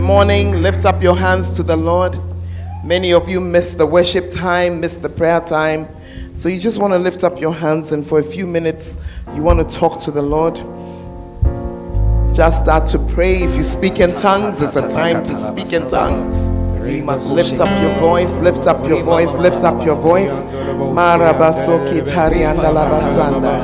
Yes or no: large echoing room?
yes